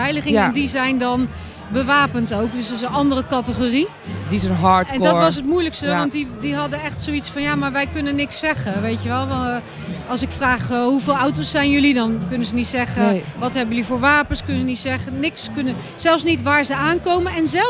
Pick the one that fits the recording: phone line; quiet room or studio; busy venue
busy venue